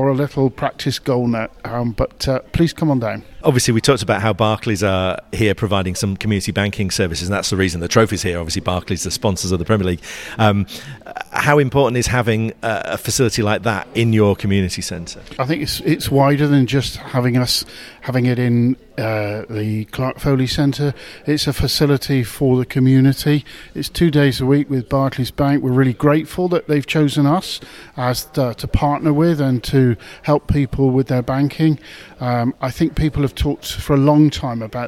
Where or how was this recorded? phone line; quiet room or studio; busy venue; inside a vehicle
busy venue